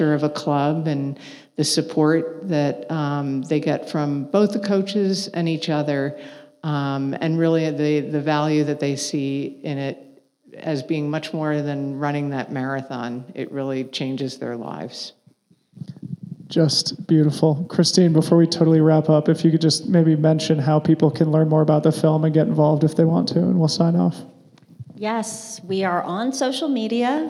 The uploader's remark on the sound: This is a live podcast we recorded at BOA headquarters in Denver, CO. It followed a screening of 26.2 to Life.